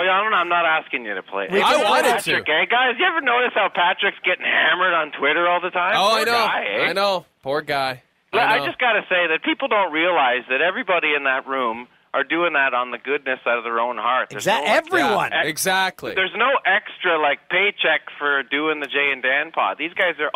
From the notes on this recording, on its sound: Drops his phone during a phone interview and the boys try to figure out what went wrong.